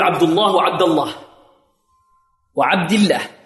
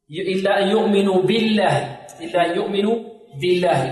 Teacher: تغلظ اللام في لفظ الجلالة بشرط أن تسبق بفتح أو ضم · Shown in: first take